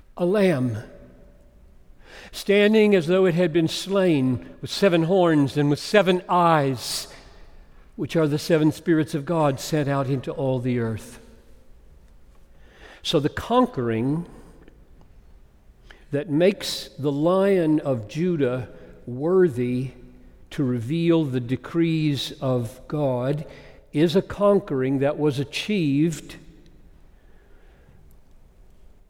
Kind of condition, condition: setting, large echoing room